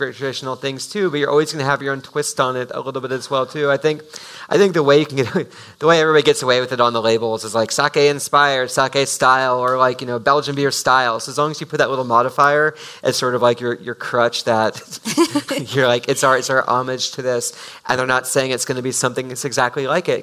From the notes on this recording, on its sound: This episode is a live recording of the special event at Japan Society in New York on October 24, 2018